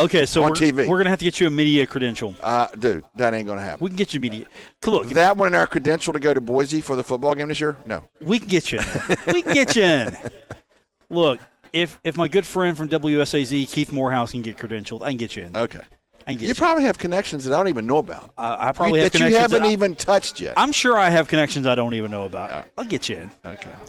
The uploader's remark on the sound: Live from the Union Pub and Grill in Huntington, West Virginia